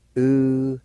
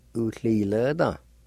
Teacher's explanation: Right before the L sound, there's a faint H sound